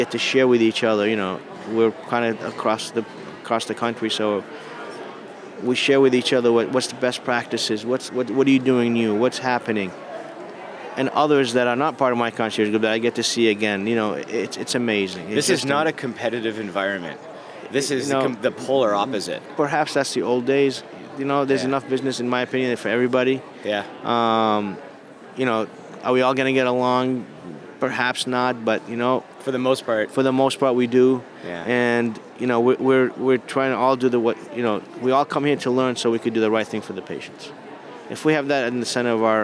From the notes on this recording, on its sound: Live from International Seminar 2018. Recorded live at the 2018 International Seminar in Houston, Texas.